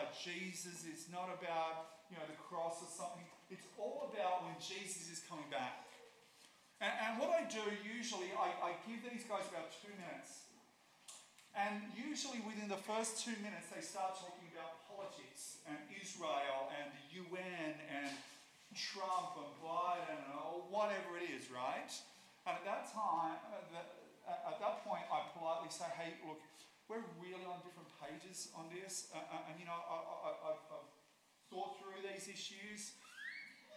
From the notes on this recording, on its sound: First few minutes are very low volume due to technical issues.